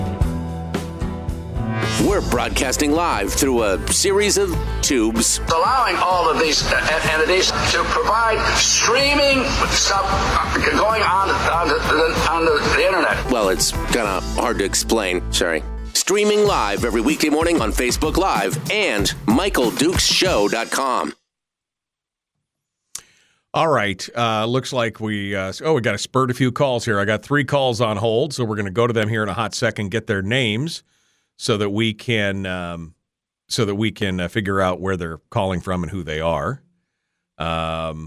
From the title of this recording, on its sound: Phone Calls